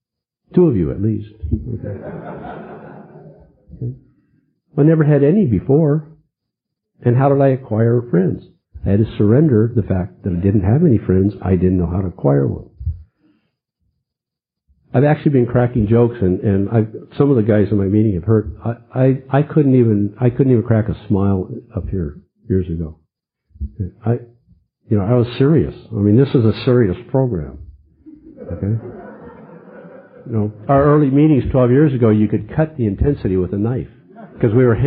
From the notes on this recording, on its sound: 2001 Unity Conference - Dinner Speaker.